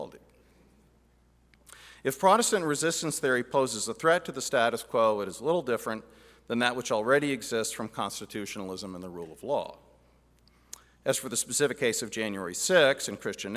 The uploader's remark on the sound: Address at the Miami National Conservatism Conference on September 12, 2022. NatCon 3 Miami.